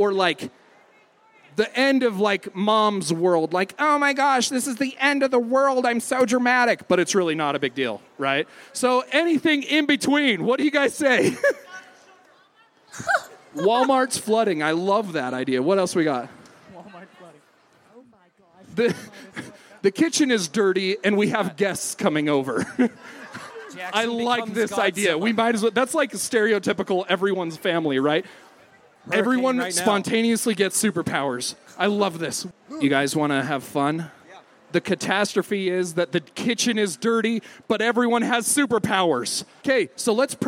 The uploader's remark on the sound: On the Street at FanX. The Troupe performed for an hour.